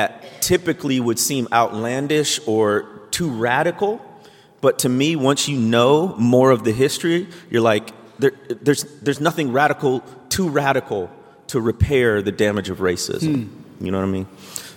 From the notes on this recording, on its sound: Live From New York and answering questions for the audience!